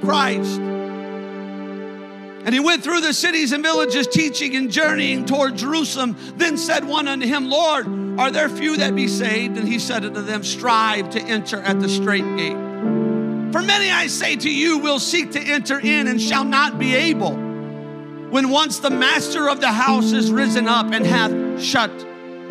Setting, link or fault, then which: setting, large echoing room